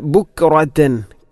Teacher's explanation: റബ്ബിക ബുക്റത്തൻ, കാഫിനെ കലകല ചെയ്യാതെയാണ് വായിക്കേണ്ടത്. ബുക്റത്തൻ ബുക്റത്തൻ എന്ന് പറയാൻ പാടില്ല.